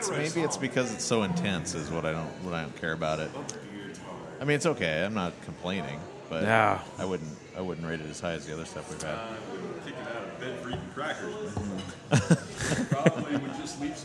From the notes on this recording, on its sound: we’re podcasting live from The Copper Hog in downtown Bellingham